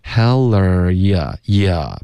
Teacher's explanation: 你的 ya 的音要注意，不要不知不觉导致儿化音